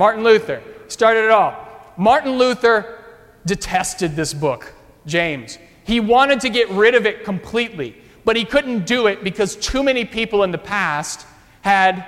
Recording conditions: large echoing room